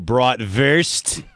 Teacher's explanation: The W is pronounced with a V.